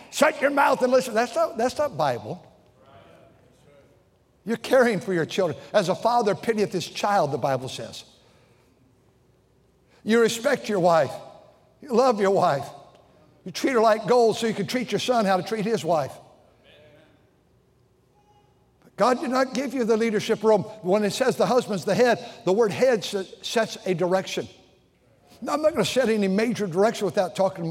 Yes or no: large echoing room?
yes